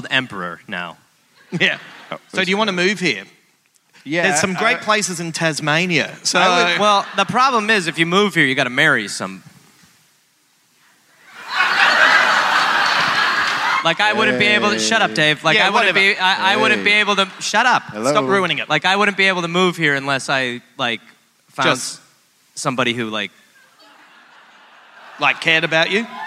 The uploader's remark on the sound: live in Sydney